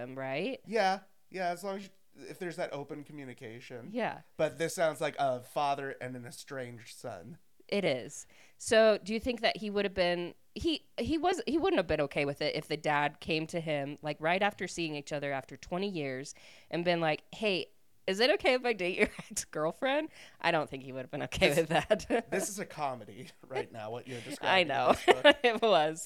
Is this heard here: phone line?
no